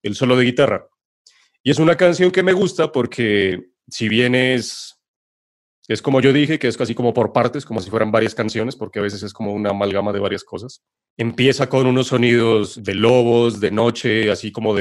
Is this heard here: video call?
yes